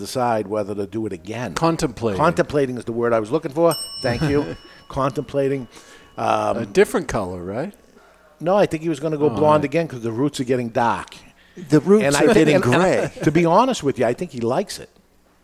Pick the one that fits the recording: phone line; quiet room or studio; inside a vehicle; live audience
live audience